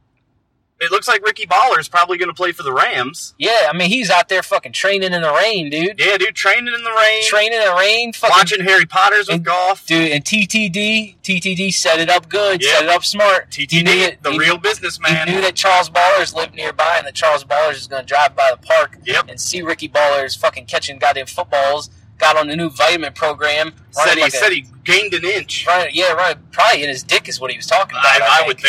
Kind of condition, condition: fault, poor sound quality